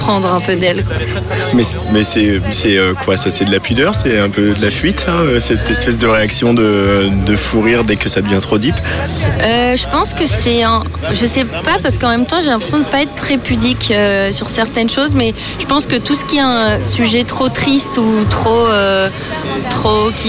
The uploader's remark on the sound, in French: Les 3 Éléphants, en direct de la Promenade Anne d'Alègre, sous le regard bienveillant d'une famille de moutons.